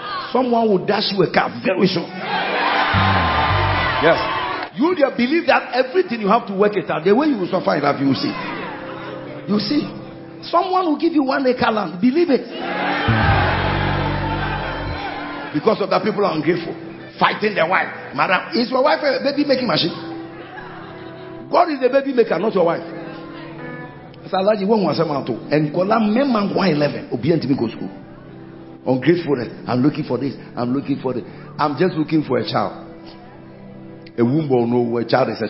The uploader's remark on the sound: Preached at the He Gave Gifts Unto Men Conference, Day 1 - The Makarios Cathedral, HQ.